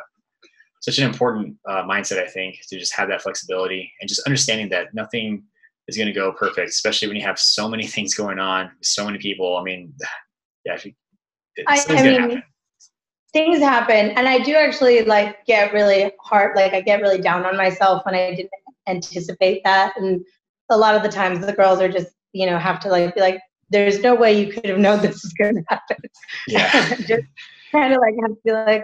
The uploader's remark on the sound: Adobe Audition crashed on me, and as a result I lost my mic'd up track. Thankfully, Zoom recorded a backup version. It doesn't sound nearly as great.